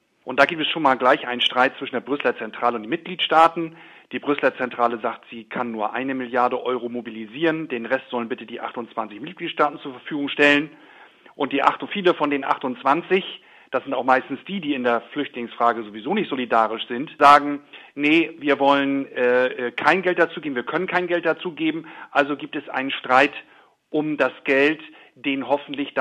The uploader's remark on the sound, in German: Telefoninterview aus Cizre.